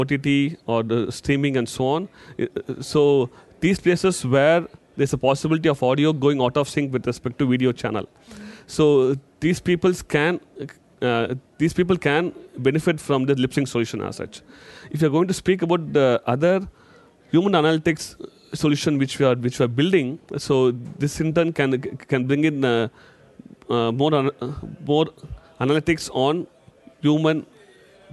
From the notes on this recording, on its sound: Intel Chip Chat LIVE from IBC 19 in Amsterdam.